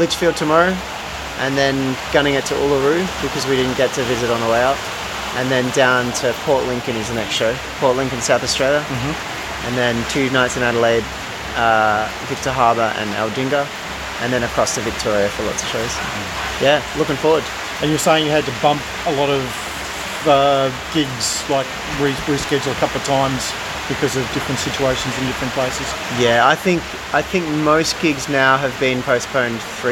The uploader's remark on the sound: Outside the Lucky Bat Cafe, Nightcliff, Darwin, Australia.